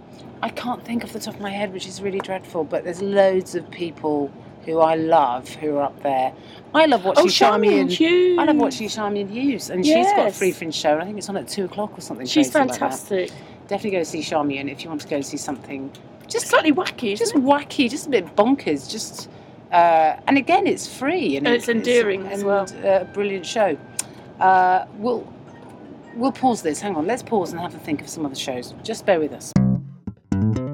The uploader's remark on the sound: on a Virgin train from Birmingham to Euston